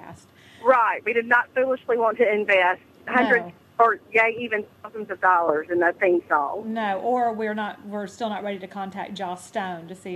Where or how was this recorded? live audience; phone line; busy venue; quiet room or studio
phone line